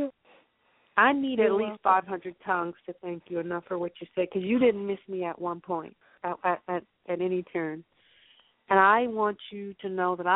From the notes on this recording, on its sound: I will also be taking your calls for free live on air one question readings.